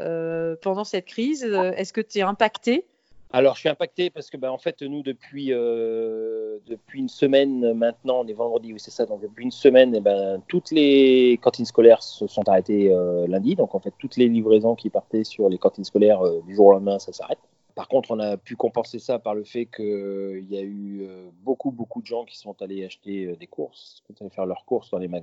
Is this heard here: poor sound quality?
yes